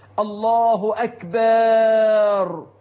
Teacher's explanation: كذلك من أخطائهم إدخال ألف بعد الباء وقبل الراء في كلمة أكبر